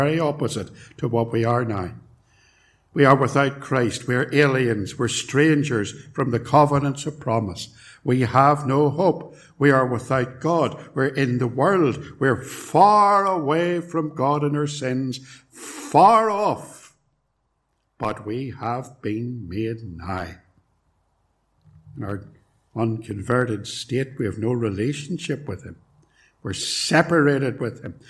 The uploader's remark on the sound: It was recorded at Templepatrick